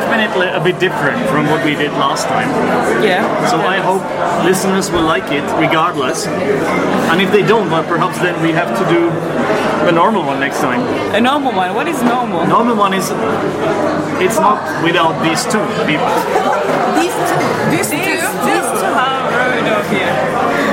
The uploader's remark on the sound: We were drinking alcohol during this episode. There is a lot of background noise.